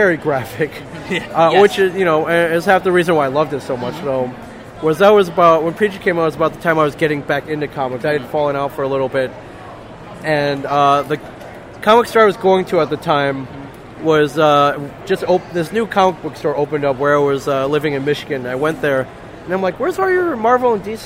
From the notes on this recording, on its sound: We are live at Awesome Con 2017 and we have an impromptu interview.